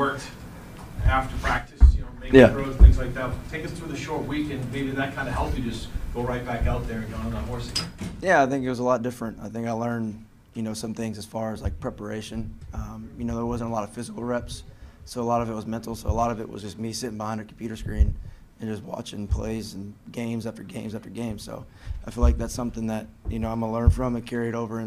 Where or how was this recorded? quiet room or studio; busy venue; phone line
busy venue